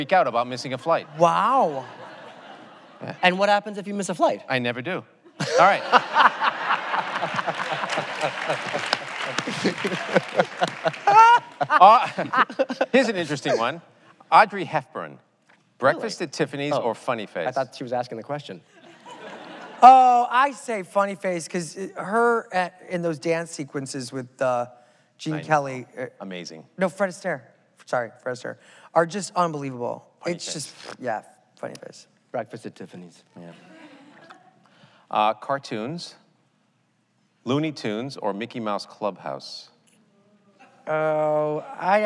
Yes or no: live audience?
yes